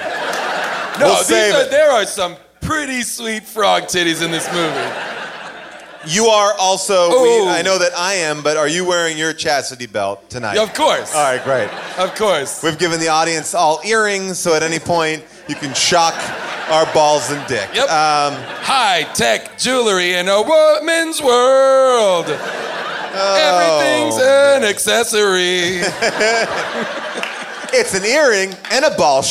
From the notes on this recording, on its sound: Recorded LIVE from the world famous Largo at the Coronet in Los Angeles. A real veterinarian from the audience answers the question of the night.